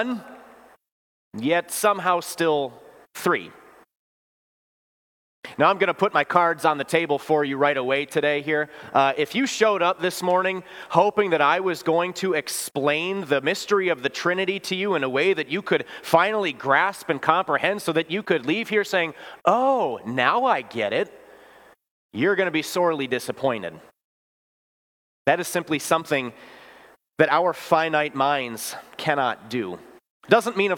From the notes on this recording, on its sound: Bethany, Appleton, WI. Preached this sermon at Bethany's Sunday worship on June 4, 2023.